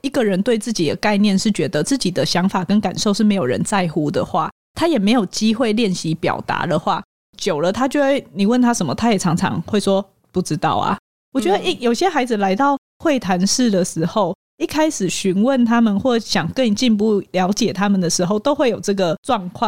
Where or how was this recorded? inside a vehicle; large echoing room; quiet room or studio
quiet room or studio